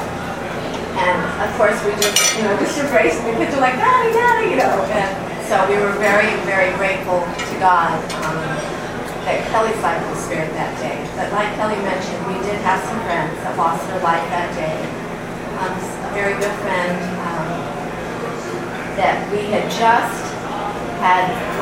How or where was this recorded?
busy venue